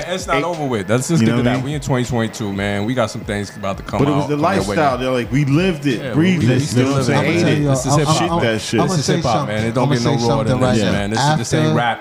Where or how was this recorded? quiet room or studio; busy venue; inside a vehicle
busy venue